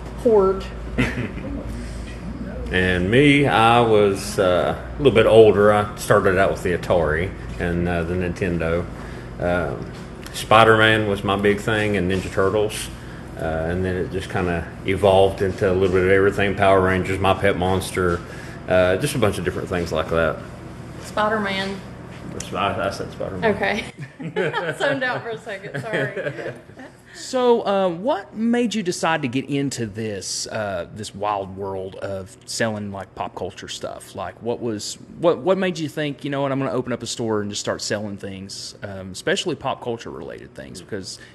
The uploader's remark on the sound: We also have an exclusive interview with our friends at Atomic Comics and Collectables LLC at their new brick and mortar store in downtown Logan!